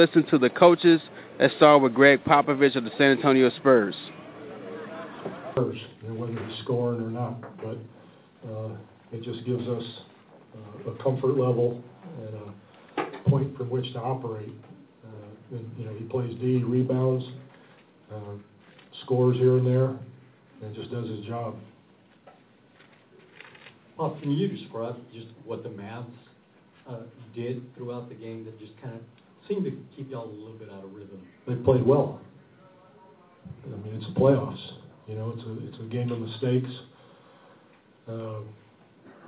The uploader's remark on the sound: Live from San Antonio. Live from the AT&T Center in San Antonio.